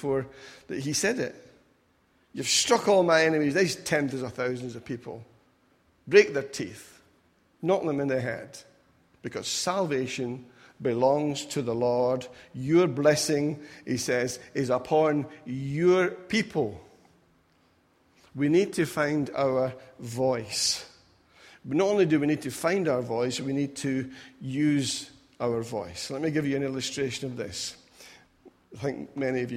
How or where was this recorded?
large echoing room